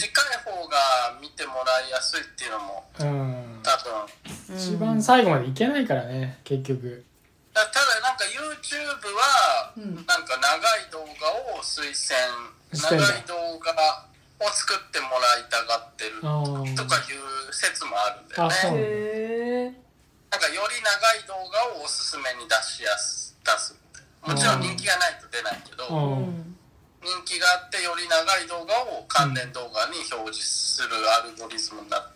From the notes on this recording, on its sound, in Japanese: 今回はリモート収録に挑戦！時空を彷徨いながらの収録となりました。